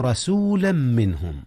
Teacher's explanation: إظهار النون قبل الهاء، وهي من أحرف الإظهار من أحرف الحلق